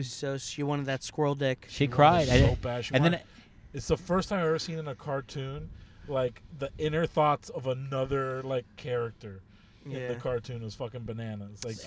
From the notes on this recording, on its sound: On this episode, we are in the car. With several Drop-Ins. Recorded at Thank You Miami.